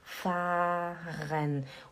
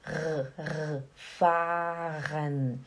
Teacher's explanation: O A ele é longo e o R é na garganta.